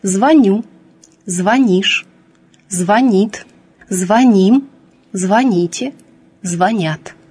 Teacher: Этот глагол входит в группу глаголов на «ить» с так называемым неподвижным ударением, то есть относится к глаголам, в которых ударение во всех личных формах падает на окончание. «Звоню», «звонишь», «звонит», «звоним», «звоните», «звонят».